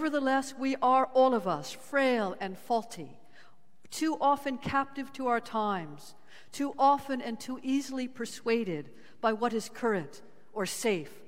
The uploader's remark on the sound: Sermons from Old South Church in Boston